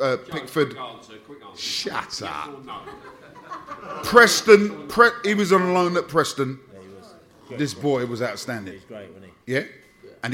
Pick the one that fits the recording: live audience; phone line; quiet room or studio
live audience